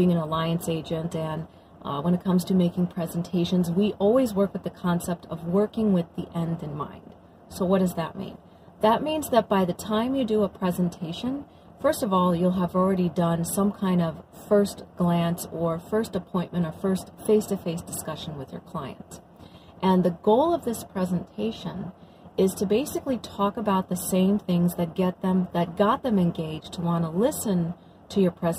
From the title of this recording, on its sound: Carcast